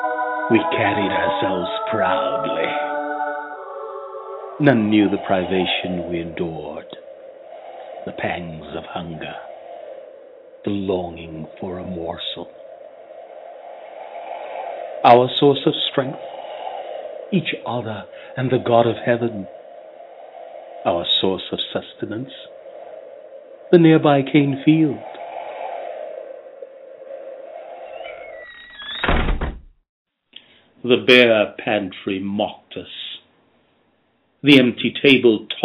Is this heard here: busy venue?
no